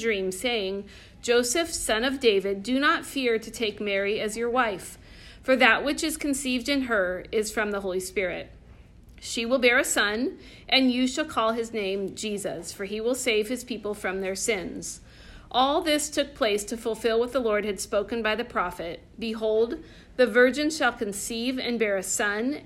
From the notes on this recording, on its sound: recorded in class